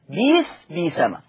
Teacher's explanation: يعني بئس وبئسما ايا ما تقابلكم في القرآن ابدل يه على طول. اول ما تقابلك بئس وبئسما ابدل يه، بيس بيسما. · يبقى بئس هتبدل ياء فتصير بيس · Term: الابدال